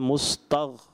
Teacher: یہ غین ہے ساکن ہے اور غین میں قلقلہ نہیں کیا جائے گا. محسوس ہوا کہ آپ نے قلقلہ کیا.